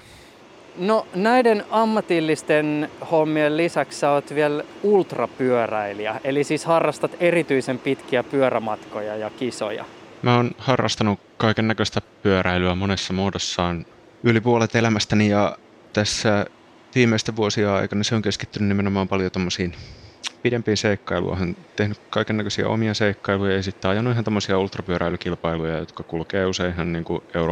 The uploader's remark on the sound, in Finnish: Jakso on äänitetty Helsingin Rautatieasemalla.